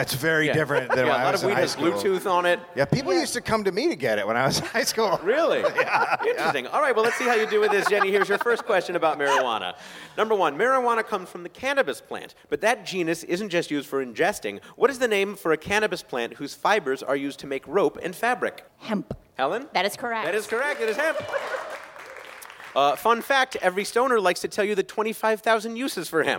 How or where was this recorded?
busy venue